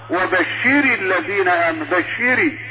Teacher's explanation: لأنك ضغطت على الراء، يعني معنى ذلك أنك نطقت براء مشددة